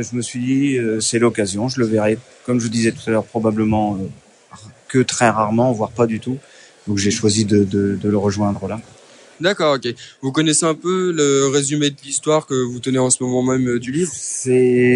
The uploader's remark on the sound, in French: Bonus Micro-trottoir par Radio Darnétal Jeunes 2.0. Petit bonus à notre épisode sur le festival NormandieBulle avec le micro-trottoir des jeunes de Darnétal, venus s'exercer à nos côtés.